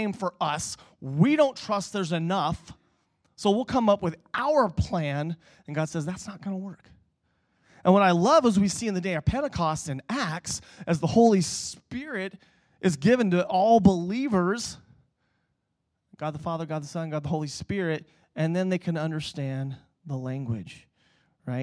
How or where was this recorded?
large echoing room